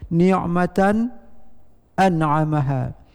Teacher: Naqal baris alif ke huruf nun, yaitu tan di sini tanwin nun mati, maka baris alif dipindahkan, dinaqalkan ke huruf nun sehingga lafaz ni'matan an'amaha. Kemudian Imam Hamzah melafadzkan dengan saktah setelah nun mati tanwin